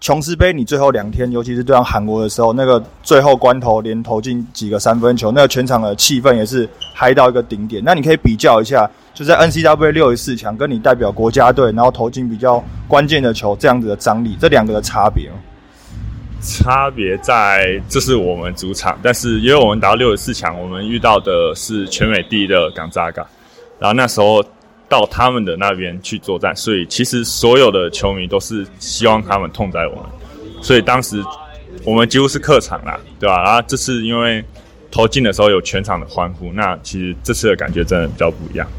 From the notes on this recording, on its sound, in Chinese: 現場錄音訪談